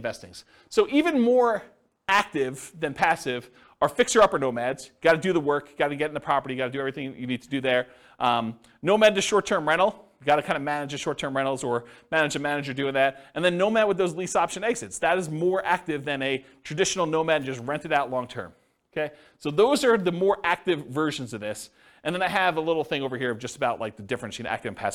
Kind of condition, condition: setting, live audience